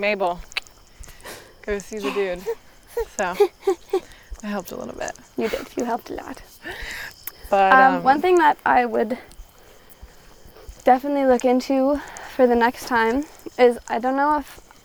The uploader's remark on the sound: We were still figuring out how the mics worked while we walk in this episode, so you will hear some funny clicks.